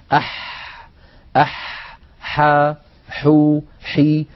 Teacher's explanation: حرف الحاء يا إخوة حرف عربي يخرج من وسط الحلق كما نعلم، والحاء فيها جريان للنفس وجريان للصوت. أح أح حا حو حي، لا بد من بيان هذه الصفات.